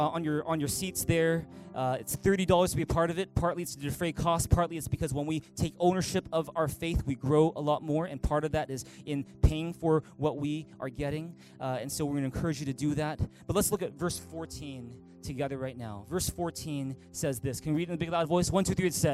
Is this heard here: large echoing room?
yes